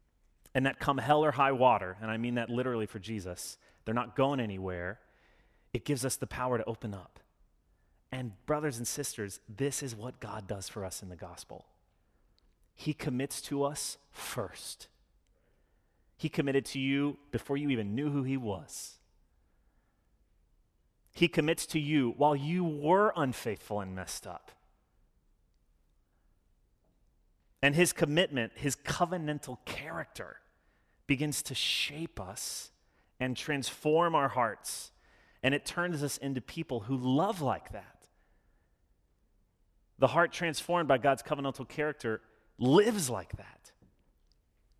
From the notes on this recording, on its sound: Sermon delivered Sunday, October 17, 2021. As an Anglican church, we follow a liturgy every Sunday which allows us to participate in worship together.